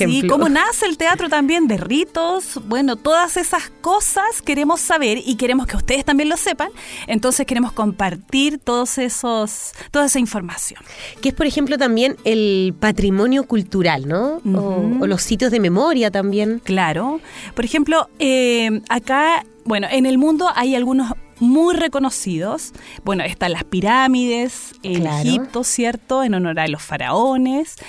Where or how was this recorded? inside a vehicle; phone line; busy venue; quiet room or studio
quiet room or studio